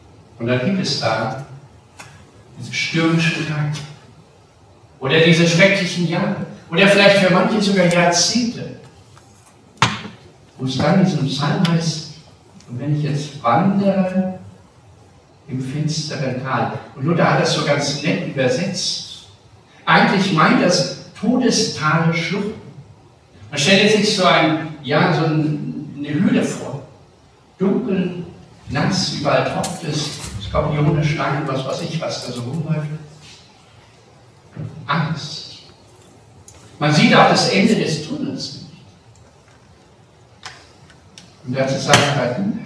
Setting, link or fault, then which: setting, large echoing room